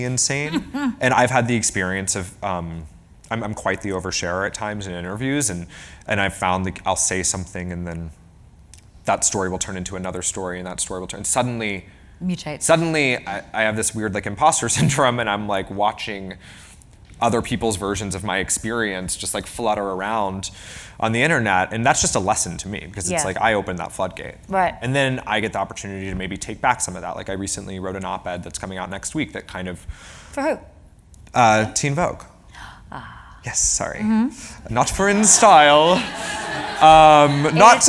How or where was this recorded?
live audience